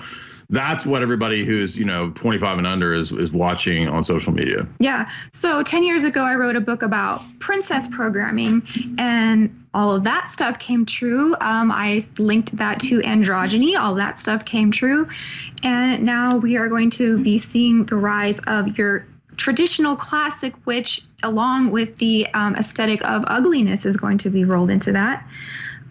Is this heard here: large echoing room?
no